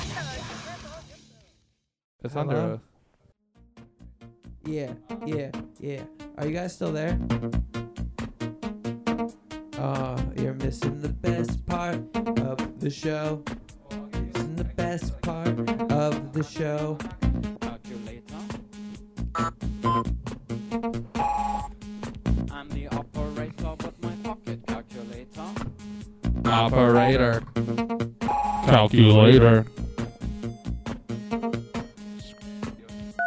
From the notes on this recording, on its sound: The boys each end up grabbing 2 mics, one with effects and one without to make the phone calls a little more interesting.